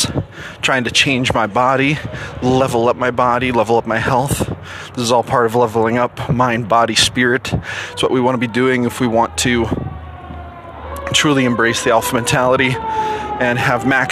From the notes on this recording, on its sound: The audio in this post is rough because I was out walking.